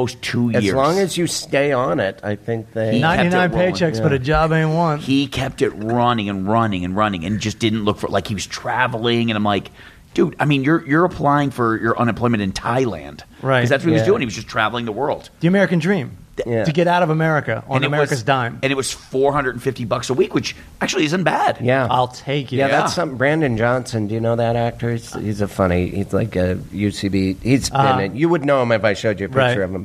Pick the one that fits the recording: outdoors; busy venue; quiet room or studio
busy venue